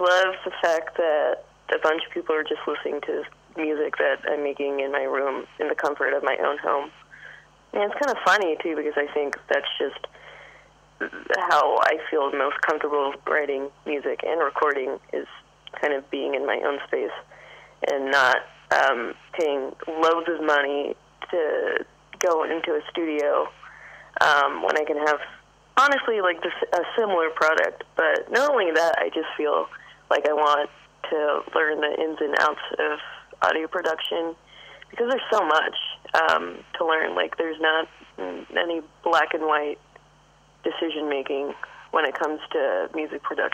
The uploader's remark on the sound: hosts a phone interview